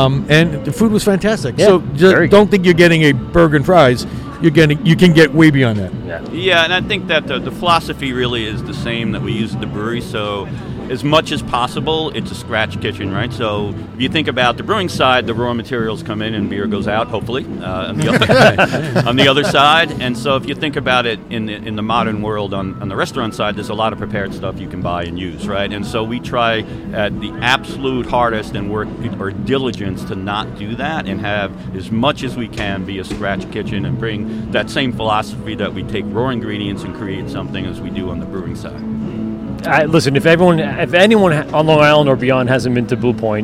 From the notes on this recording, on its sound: LIVE at Blue Point Cask Fest 2021. Unfortunately the gas generator kicks and they didn't get all the interviews they wanted.